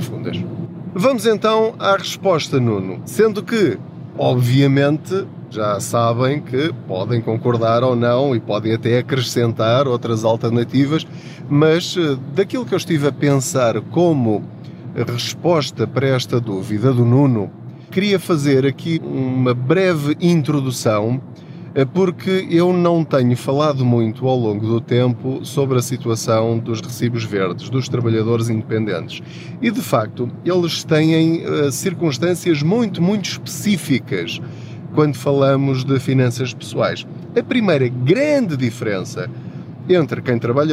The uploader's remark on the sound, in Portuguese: Não ligue aos barulhos da viagem.